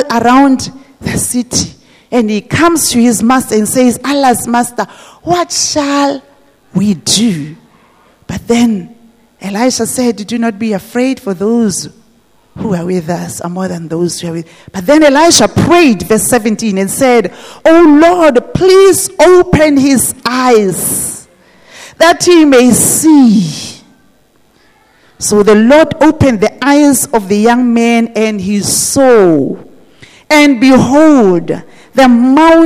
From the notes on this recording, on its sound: This message was preached at GTCFC City Campus.